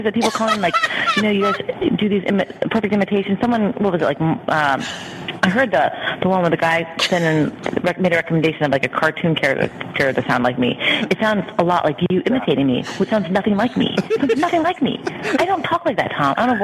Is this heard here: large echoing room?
no